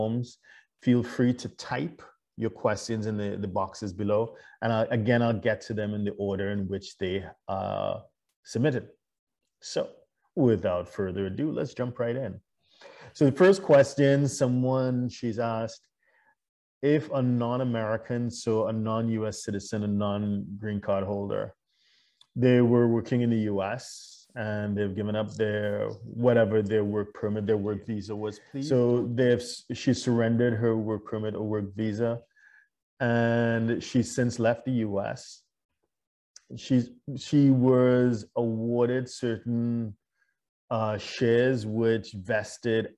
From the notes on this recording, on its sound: LIVESTREAM. For those joining us on Zoom.